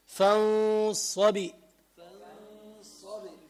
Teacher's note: لاحظ بتفتح تمك، تفتح تمك بتميل للكسر